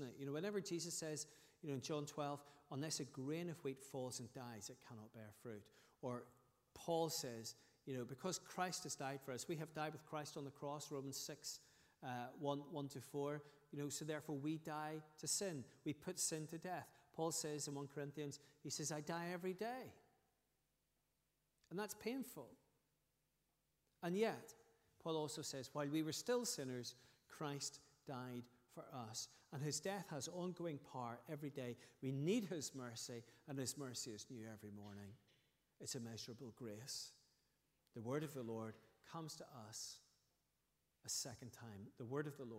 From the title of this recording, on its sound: Sunday 20th August 2023 evening service